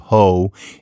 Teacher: Well, first of all, it's the Black English sound system expressing the word whore. R at the end of syllables tends to be let go in genuine Black English. And so next thing you know, you have ho instead of whore, because obviously there is no W sound at the beginning, except for some people who might be inclined to put a whisper of one there.